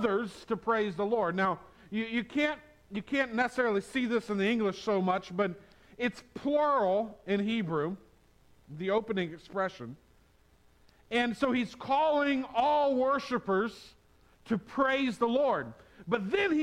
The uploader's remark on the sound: on Palm Sunday 2022 at the Tarrant Bible Methodist Church